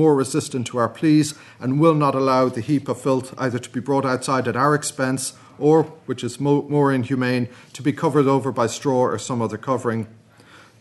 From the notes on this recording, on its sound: at the 2022 Tudor and Stuart Ireland Conference